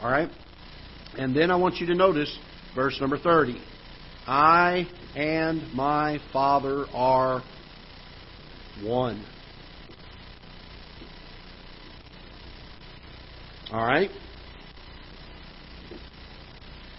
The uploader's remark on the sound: Ketha Heights Baptist Church ~ Live Broadcast